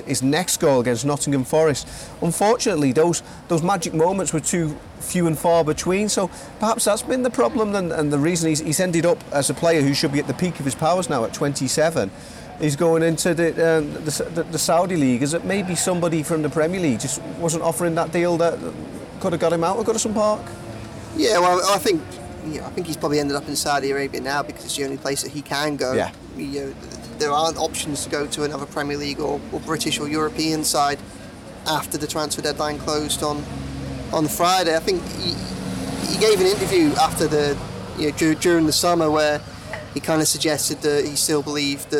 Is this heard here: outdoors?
yes